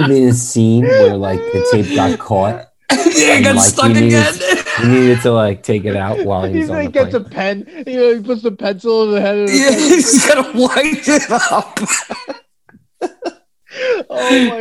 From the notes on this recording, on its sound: on Zoom so there are some small sound discrepancies